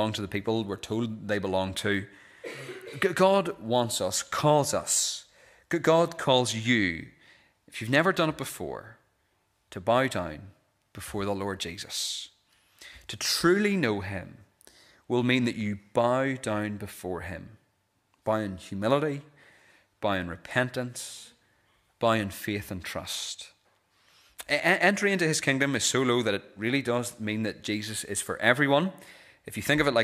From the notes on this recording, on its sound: This is the recording of the Bible reading and sermon from our evening service on Sunday 17th December 2023.